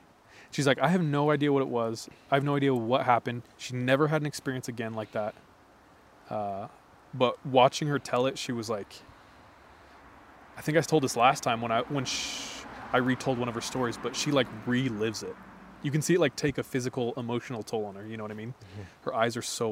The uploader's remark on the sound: Our First Episode at the Campfire. This time we record near the birthplace of 3AM—the woods. Apologies for the passing traffic throughout the episode.